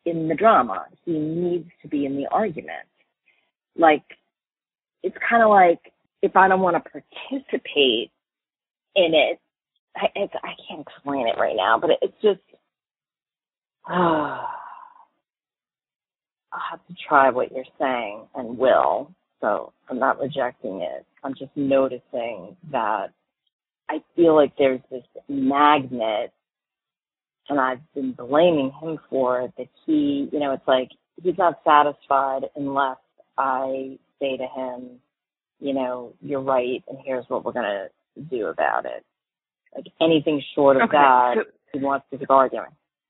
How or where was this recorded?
phone line